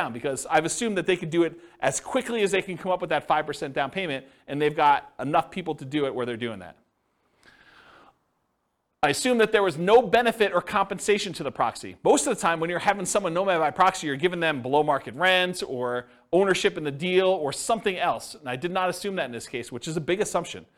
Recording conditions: live audience